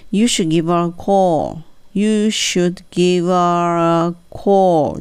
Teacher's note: っとここね、それをしちゃうとね、もたもたっていう感じになるんですよね、英語的に。You should give her a call ってなると。なので、ここのところ、H をね、落としちゃいます。どうなるかというと、You should give her acall。give r にしちゃうんですよね。 her の h 落ちて give her call です